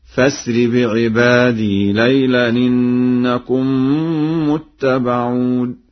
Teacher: قد قرأ ورش بوصل الهمزة في الفعل فأسر